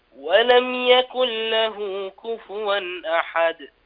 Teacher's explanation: يكن له بين الإدغام، يكن له لا تظهر النون